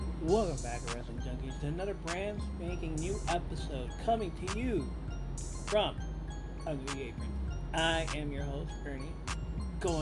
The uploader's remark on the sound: Apologizing now for the last minute predictions and the low quality sounding audio. Didn't want to waste this after I heard how low it sounds.